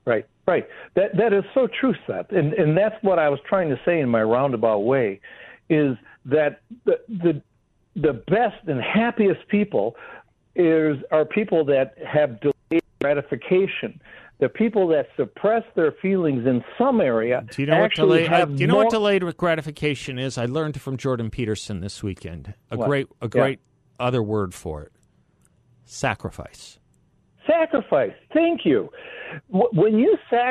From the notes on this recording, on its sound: joins the show by phone